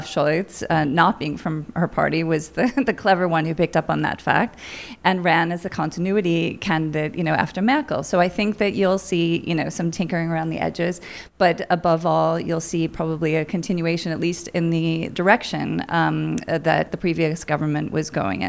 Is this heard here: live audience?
yes